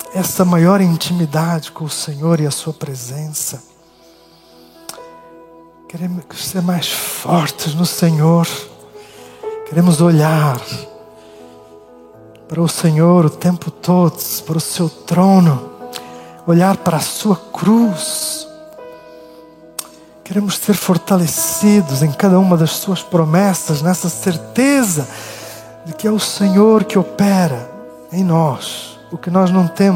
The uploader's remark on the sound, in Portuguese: Culto Ao vivo IBMorumbi